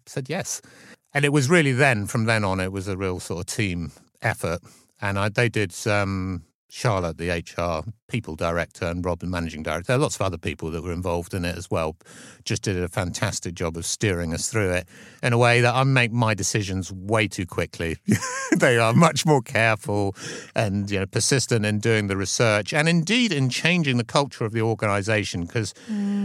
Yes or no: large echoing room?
no